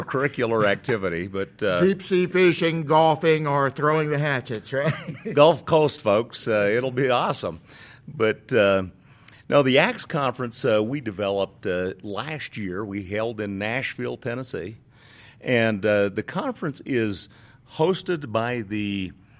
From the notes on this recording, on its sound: This interview was recorded live at the Second Annual ACTS Conference in Salt Lake City, UT.